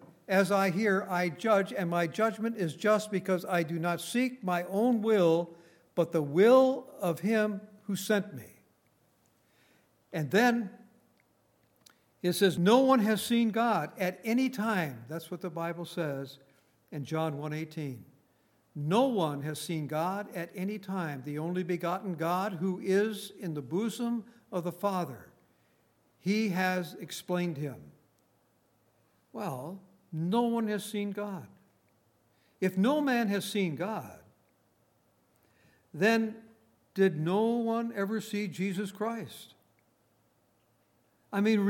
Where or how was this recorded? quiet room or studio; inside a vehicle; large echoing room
large echoing room